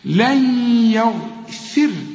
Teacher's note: النون الساكنة اللي بعدها ياء من تعرفها إدغام وكأن الياء عليها الشدة